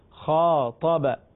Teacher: دیکھیں جب حروف مستعلیہ کے بعد الف آ جائے تو ظاہر ہے کہ جب آپ خا کو بڑا کرنے جائیں گے تو الف بھی پر ہو جائے گا، اور آگے طا ہے وہ بھی حروف مستعلیہ میں سے ہے.